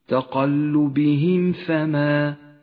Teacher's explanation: الميم الساكنة وبعدها حرف الفاء تكون أشد إظهارا لاقتراب مخرج الفاء من مخرج الميم تظهر الميم من غير غنة أو تشديد تقلبهم فما حكم الإخفاء · Term: الإظهار الشفوي